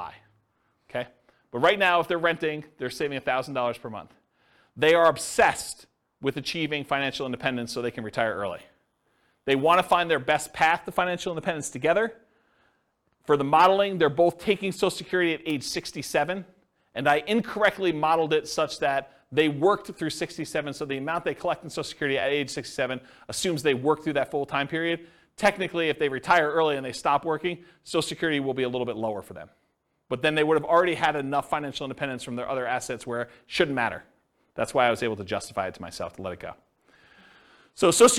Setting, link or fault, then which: setting, live audience